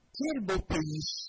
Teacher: On commence par le haut pour terminer par le bas.